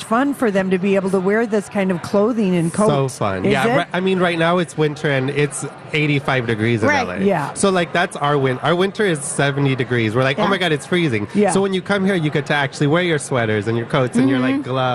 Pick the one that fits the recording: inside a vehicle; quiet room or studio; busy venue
busy venue